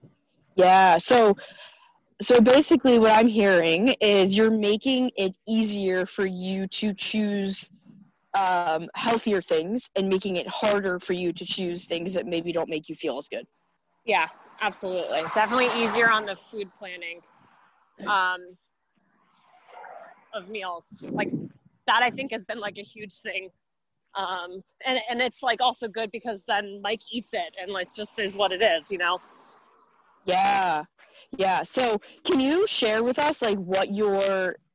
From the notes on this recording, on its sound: A recent recording of a group coaching call with my amazing girl gang.